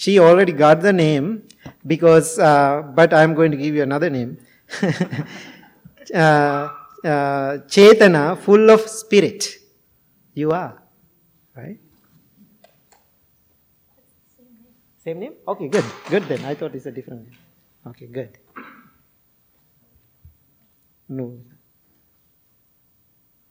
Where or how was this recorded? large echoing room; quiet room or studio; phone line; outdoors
large echoing room